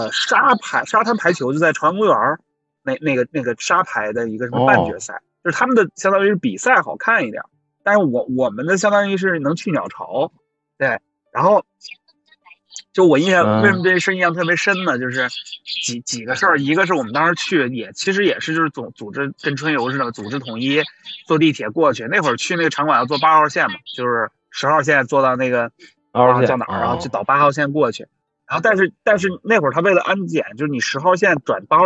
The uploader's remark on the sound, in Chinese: 录音环境不佳，还请见谅